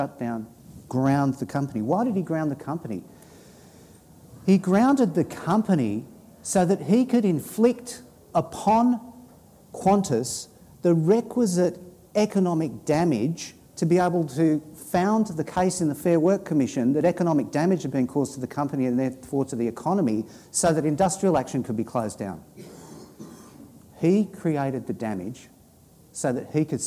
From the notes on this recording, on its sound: The first of TWO live recordings of Socially Democratic, as part of ALP National Conference Fringe.